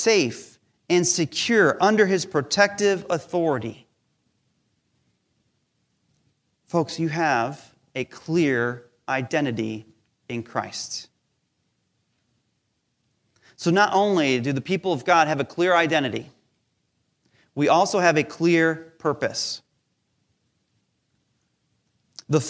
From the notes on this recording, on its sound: Recorded live during our Sunday Service